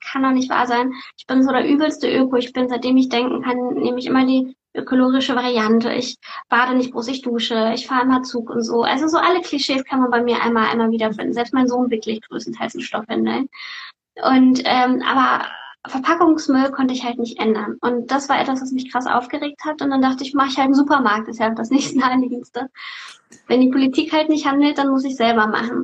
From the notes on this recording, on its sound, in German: Dieses Interview fand live auf Instagram statt